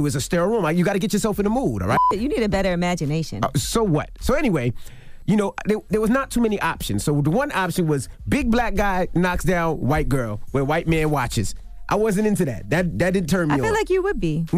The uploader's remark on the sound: We opened up the phone lines to see if our listeners could list all the positive things we do.